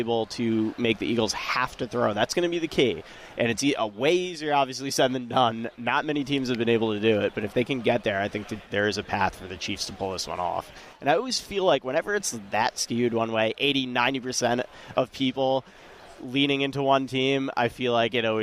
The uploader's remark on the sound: Joined on radio row. Ahead of the Super Bowl this Sunday.